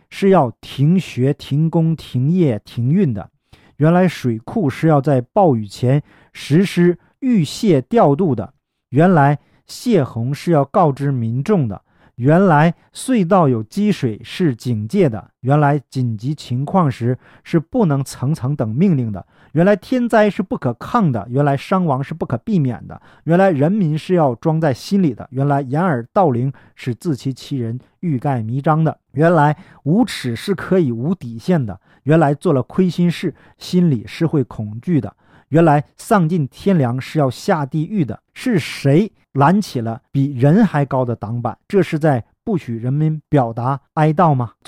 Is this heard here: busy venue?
no